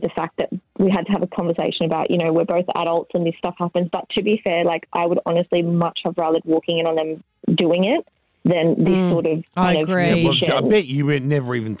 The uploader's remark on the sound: We had some crazy calls